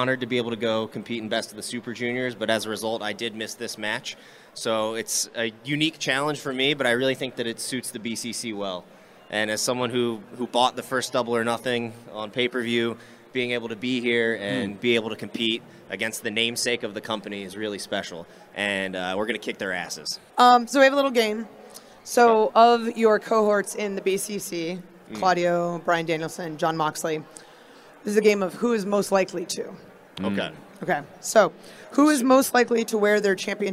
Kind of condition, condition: setting, busy venue